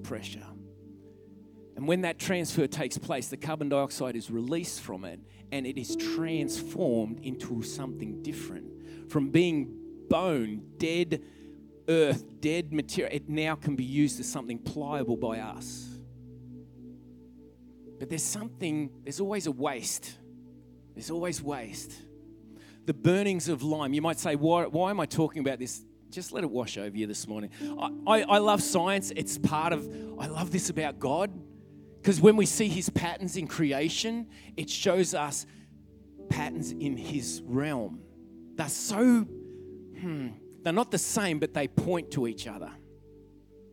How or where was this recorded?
large echoing room